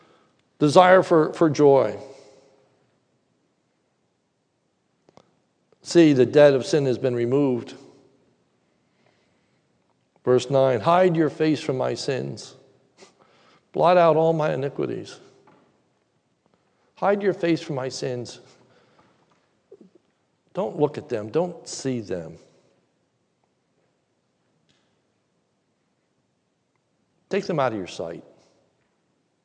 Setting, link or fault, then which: setting, large echoing room